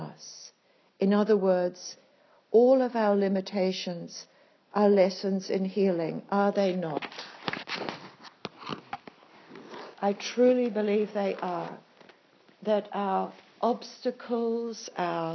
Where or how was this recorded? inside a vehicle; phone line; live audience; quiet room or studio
live audience